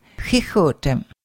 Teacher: X pronounced as a soft H in the back of your throat